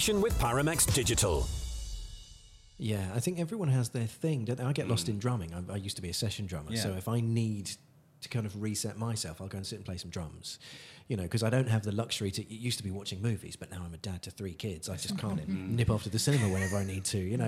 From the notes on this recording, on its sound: conversation recorded at the Classic Car Show at the NEC